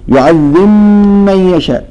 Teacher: انتبه الباء تختفي ونشدد الميم · Term: الإدغام